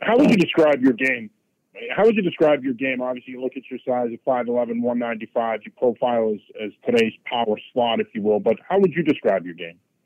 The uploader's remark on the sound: addresses the media during his conference call